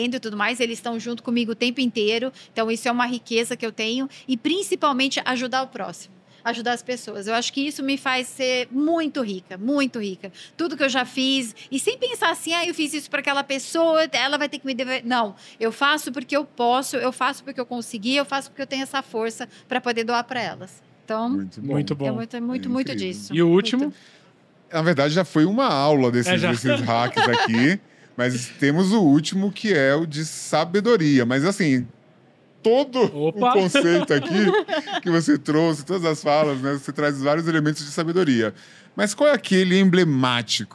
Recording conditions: busy venue